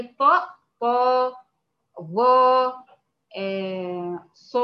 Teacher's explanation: مستعلي مطبق، يعني بستعلي باقصى اللسان ووسط اللسان وجزء من طرف اللسان